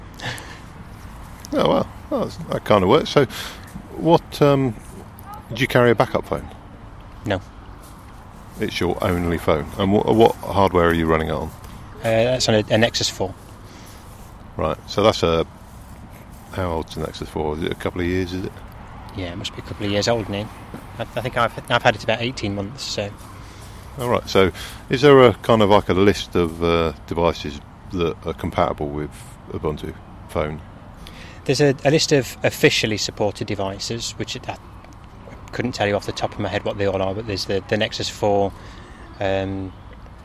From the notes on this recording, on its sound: The interview was conducted at OggCamp 14 , a free culture unconference, held in Oxford UK on the weekend of October 4th-5th 2014.